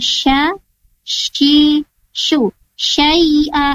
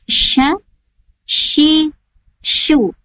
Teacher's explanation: Nah, untuk huruf shin sendiri, agar sempurna pengucapannya, makhrajnya terletak pada tengah-tengah lisan, tengah-tengah lidah ditempelkan pada langit-langit atas